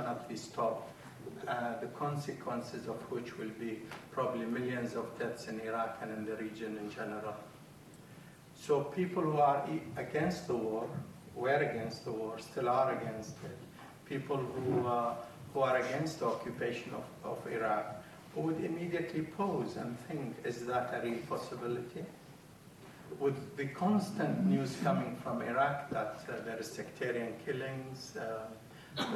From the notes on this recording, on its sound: This was recorded at a meeting organised by the Tower Hamlets Stop The War group